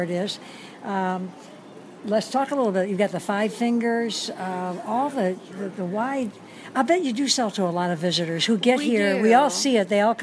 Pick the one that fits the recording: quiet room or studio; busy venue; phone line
busy venue